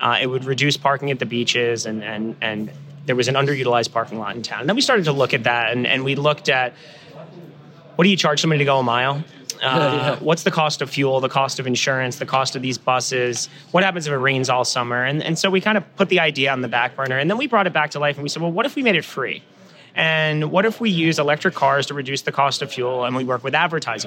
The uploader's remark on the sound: Recorded the interview with her while at the UTIP Global Summit the day before she took office.